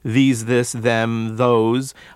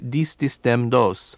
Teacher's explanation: Spanish frequently substitutes a D or a T for these THs. · Shown in: second take · For example, instead of saying these, this, them, those, they're more likely to say dis, dis, dem, dos.